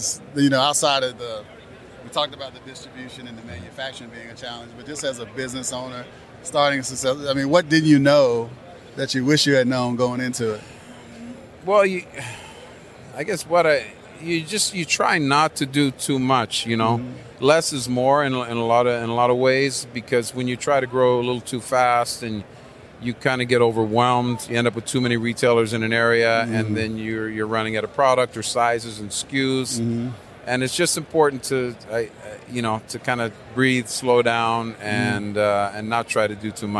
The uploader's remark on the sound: at Tobacco Plus Expo 2021 in Las Vegas